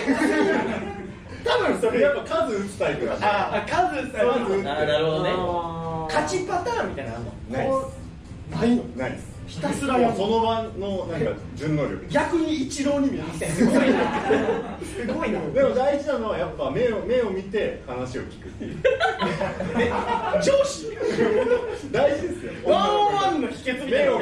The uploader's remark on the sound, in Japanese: 部室 公開収録。素材そのまま、当日のリアル感をお楽しみください。